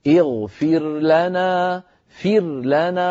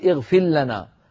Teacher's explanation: إذن إن كنت تقرأ يا أخي برواية حفص أو برواية قالون أو ورش، فإن وصلت إلى قوله تعالى ربنا اغفر لنا فتظهر الراء عند اللام · Shown in: first take